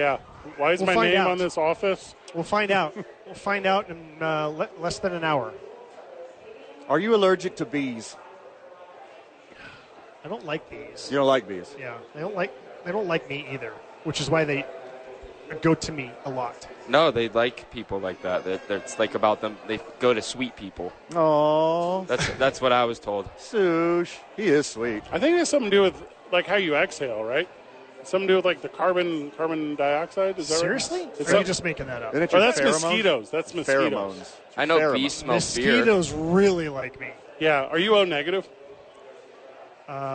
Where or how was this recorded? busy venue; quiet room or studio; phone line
busy venue